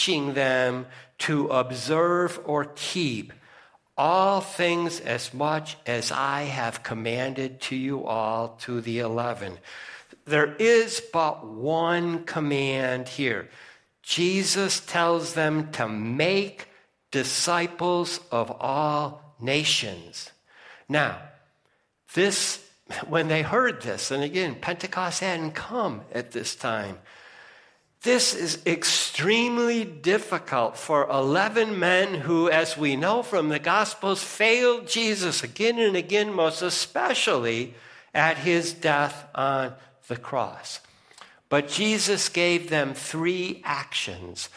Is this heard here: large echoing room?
yes